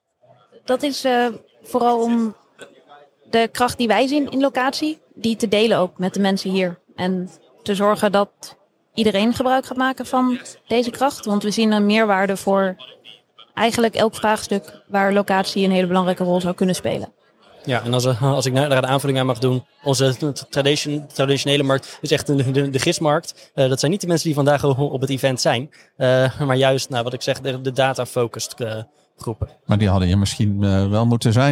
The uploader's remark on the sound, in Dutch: We waren met De Dataloog aanwezig op de Big Data Expo. Voor de gelegenheid hebben we een speciale PodKast gemaakt, waarmee we door de gangpaden van het evenement liepen en waarmee we de keynotesprekers direct na hun sessie wisten te strikken.